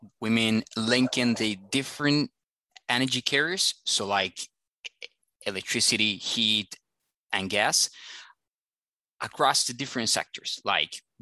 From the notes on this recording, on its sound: Is a recording of one of our digital events.